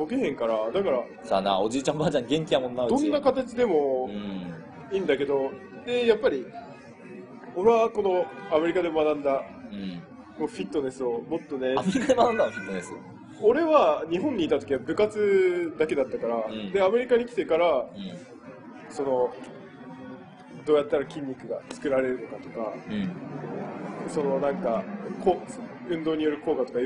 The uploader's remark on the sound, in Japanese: 初の屋外収録で、雑音がやや多いかと思います